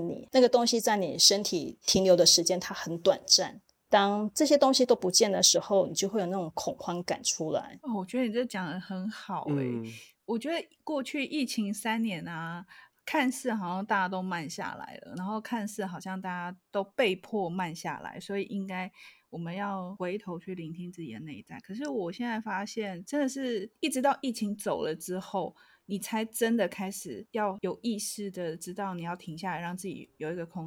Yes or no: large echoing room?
no